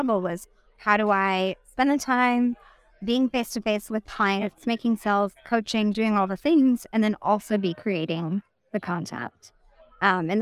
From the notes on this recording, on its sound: live from the REWBCON